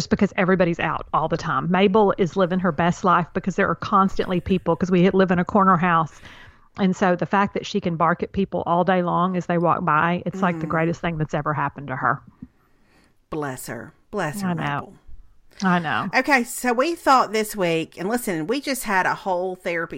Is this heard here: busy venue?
no